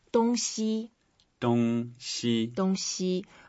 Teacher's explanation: Both are first tones.So we make it flat.